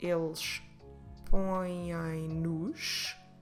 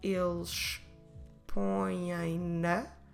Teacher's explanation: the verb form ends in a nasal syllable changes the spelling and pronunciation of the direct object pronoun from u, a, us, as into nu, na, nus, nas. Now, there's something important to remember about this, is that this only happens if the direct object pronoun comes after the verb, as we did with all these examples so far.